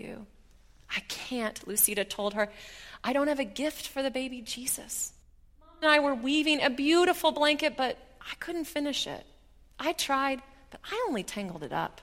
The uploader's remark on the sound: at Highland Baptist Church